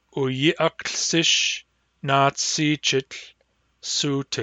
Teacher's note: As for the rhythm of this sentence, it should be short, short, short, short, long, long, short.